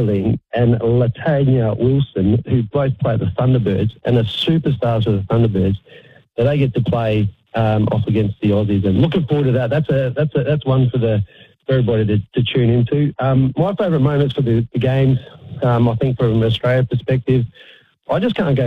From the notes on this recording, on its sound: Anchored beautifully from the studio. Coming down the line from home. Phoned to chat. Called in to chat.